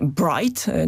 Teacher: R zostanie wymówione, bo następnym dźwiękiem po tej głosce R jest samogłoska I